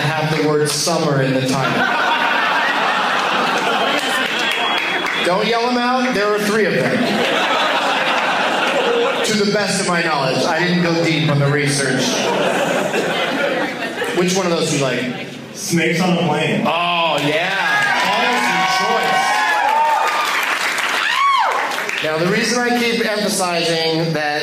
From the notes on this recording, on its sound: audience members in this boner-sode from the Waiting Room Lounge in Omaha, NE